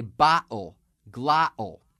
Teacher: Now, in some parts of New York, with the medial T followed by an L sound or an O sound, you'll get a glottal stop, where they'll say bottle, glottal.